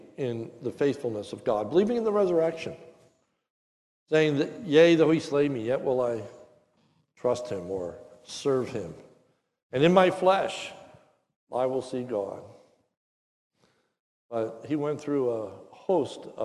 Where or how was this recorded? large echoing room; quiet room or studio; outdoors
large echoing room